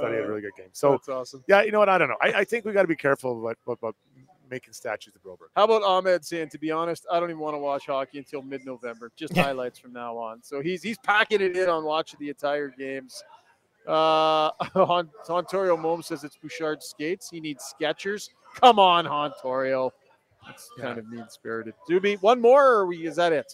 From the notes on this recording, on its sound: the show is presented live from Longshotz Indoor Golf & Sports Bar